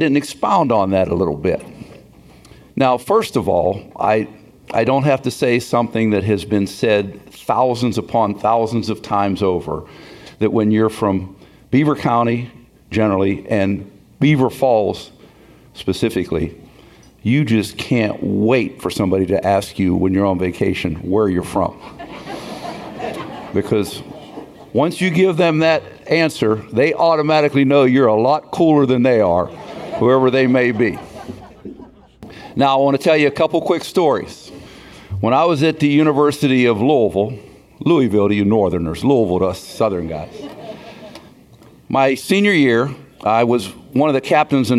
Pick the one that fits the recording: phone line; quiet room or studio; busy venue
busy venue